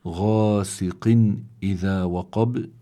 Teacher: حروف القلقلة هي قطب جد فالباء هي إحدى هذه الحروف كمان سكنت عند الوقف هون بيكون حصل عندنا قلقلة وتكون القلقلة كبرى لأنها حصلت عند الوقف